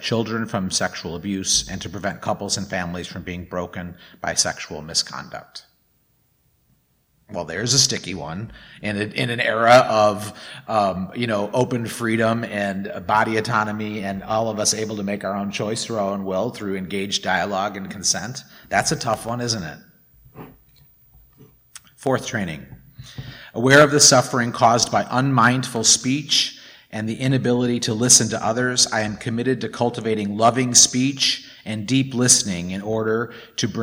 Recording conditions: large echoing room